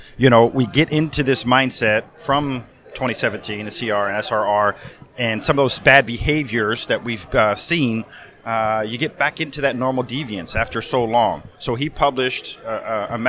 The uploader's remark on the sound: Force Master Chiefs Live from SNA.